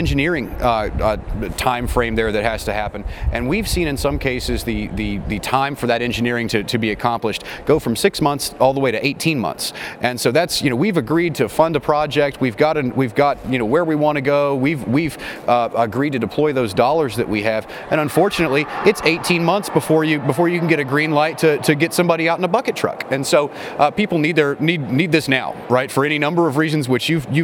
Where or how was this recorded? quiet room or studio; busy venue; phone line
busy venue